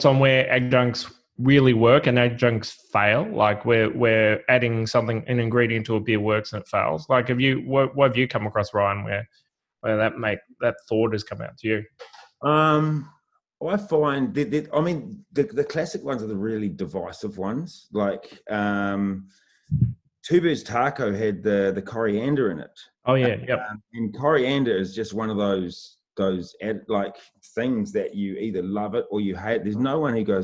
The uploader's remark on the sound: into the coolroom zoom room